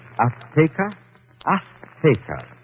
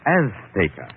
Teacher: She gave the Z a TH sound. That's Castilian Spanish. · Shown in: first take · Mexican or any Spanish American would say Azteca.